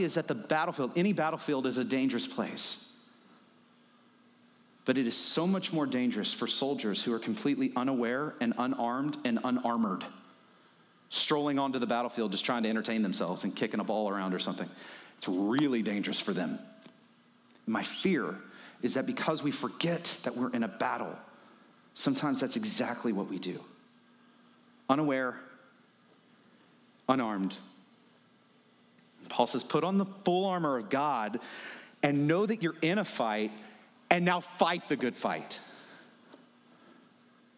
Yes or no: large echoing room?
yes